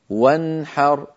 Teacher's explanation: نرى مثال الحاء في النون الساكنة قوله تعالى وانحر، نون ساكنة بعدها حاء ولا زيادة في زمنها · Term: إظهار